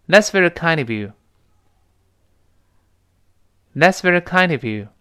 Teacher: kind 跟 of 连读变成 kind of kindof。然后那个 V 跟 U 又连了一块